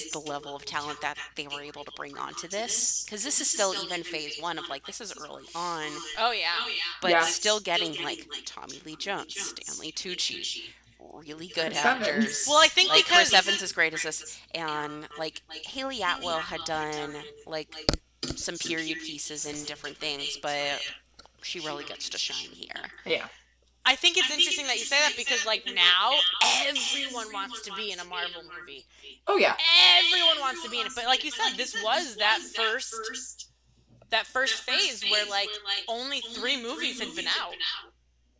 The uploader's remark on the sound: Forgive the echo. Our software is being stupid.